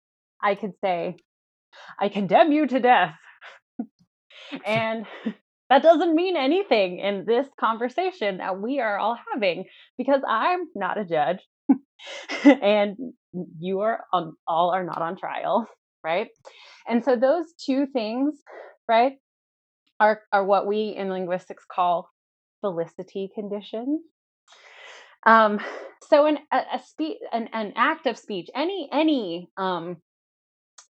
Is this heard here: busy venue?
no